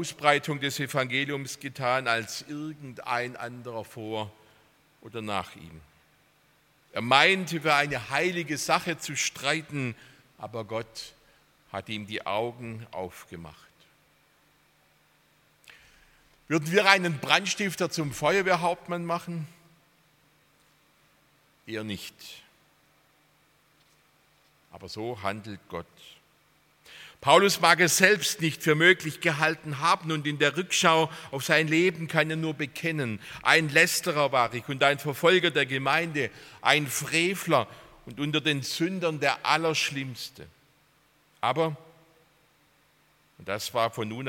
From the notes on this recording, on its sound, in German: aus dem Gottesdienst der Liebenzeller Mission